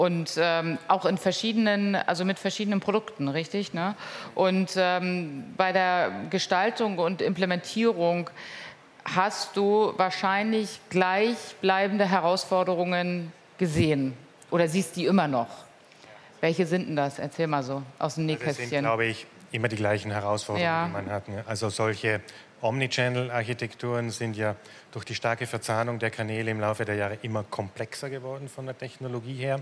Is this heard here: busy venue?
yes